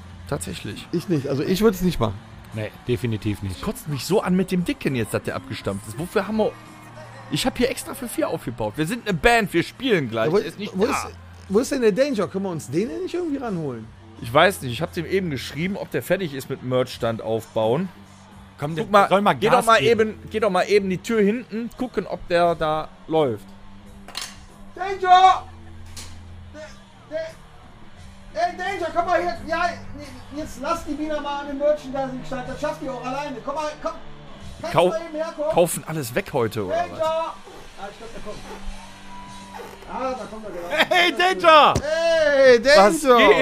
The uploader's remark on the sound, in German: Gestapelte Bierkisten, Kilometer von Kabeln, Boonekamp, Kippen…überall Irren Menschen umher…eine unglaubliche Geräuschkulisse….es ist stickig und warm…richtig, wir sind auf einem Festival. Heute senden wir live vom Benefiz Open Air Rock Sommer Nacht in Grevenbroich und alle schauen vorbei.